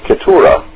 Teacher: the old dialect of Kituwa was pronounced Ketura. And he remembers how his grandmother would trill the R